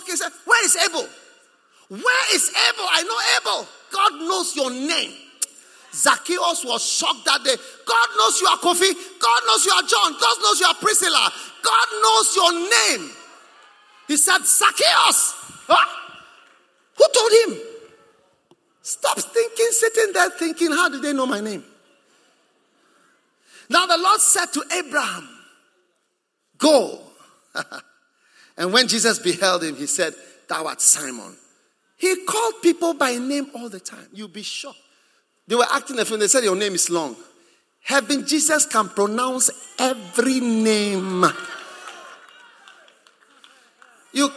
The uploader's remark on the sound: Preached at the Prophetic Encounter Service.